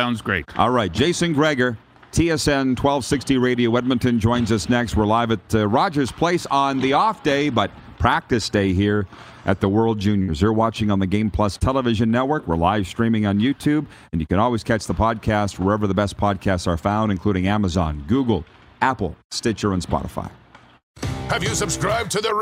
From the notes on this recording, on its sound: Back for Week 2 LIVE from inside Rogers Place in Edmonton, Alberta. Site of the 2022 World Junior (2.0) championships!